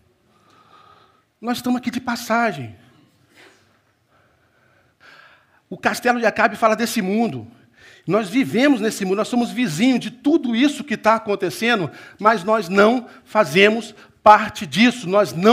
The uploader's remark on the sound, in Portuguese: Culto Celebração Manhã